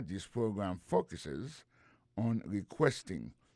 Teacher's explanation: dans le mot focus là, accent tombé sur le premier syllabe là